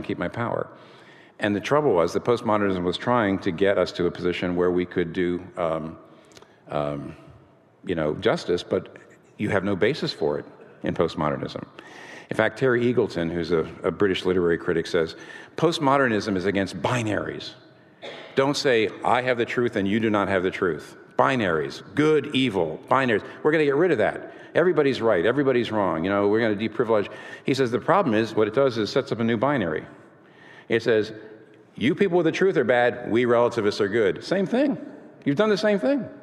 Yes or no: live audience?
yes